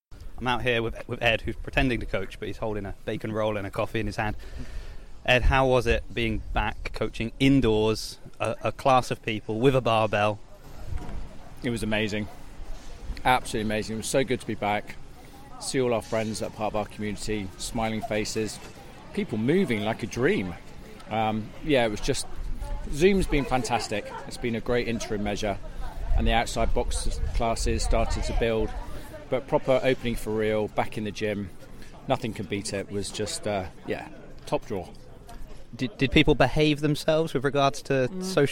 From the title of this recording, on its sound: Reporting live from the reopening of CrossFit Bath